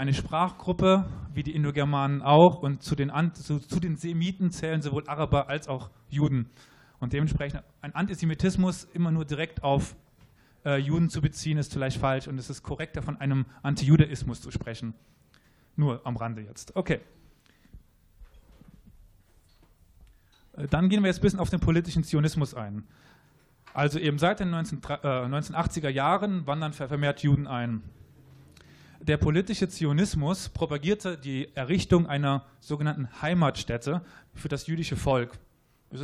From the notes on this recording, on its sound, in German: "SYNOP* meets History". Moderatoren beantworten auch Fragen aus dem Publikum.